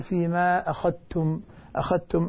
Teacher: الذال مع التاء تصبح تاء مشددة · Term: يدغم الذال في التاء